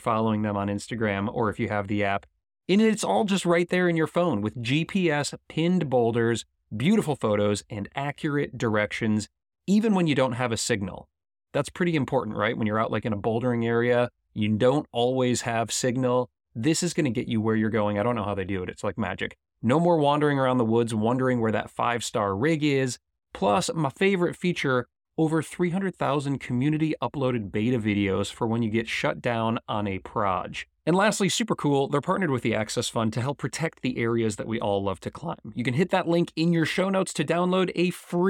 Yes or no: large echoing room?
no